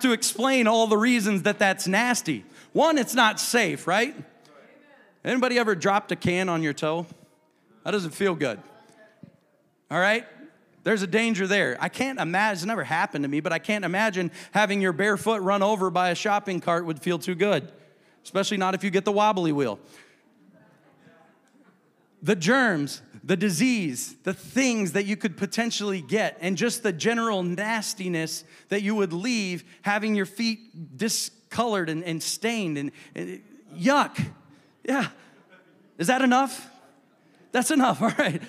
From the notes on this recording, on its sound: a service recording from Connect Point UPC